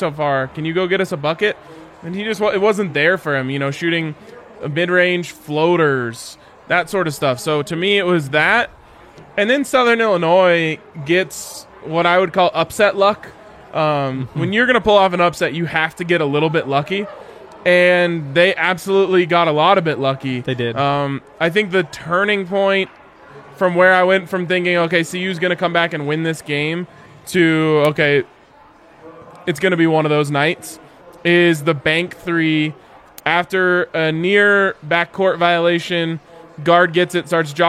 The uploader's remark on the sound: LIVE from the DNVR Bar